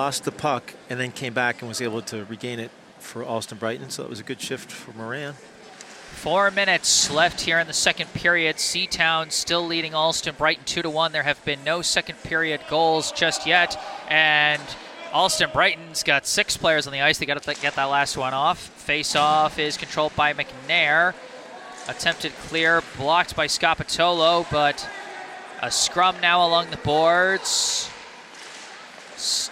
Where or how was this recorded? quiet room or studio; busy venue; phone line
busy venue